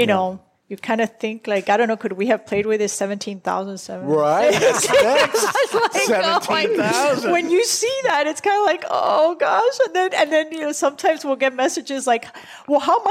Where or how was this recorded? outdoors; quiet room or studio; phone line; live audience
live audience